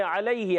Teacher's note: لام پر کھڑی حرکت ہے، کھڑا زبر ہے، ایک الف کھینچ کر ادا کریں گے. علیہ عین ادا ہوتا ہے حلق کے درمیان والے حصے سے. لام یا زبر لئی، یا سنگ سے پہلے زبر، یا لین، یا لین کو بغیر کھینچے بغیر جھٹکا دیے معروف ادا کریں گے، نرمی سے ادا کریں گے.